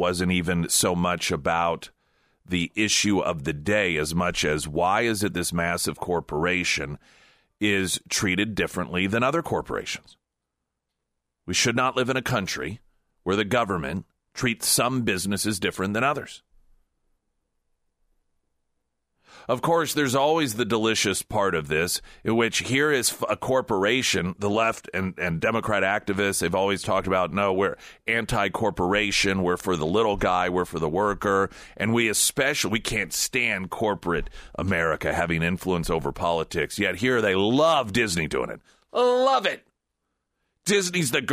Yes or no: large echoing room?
no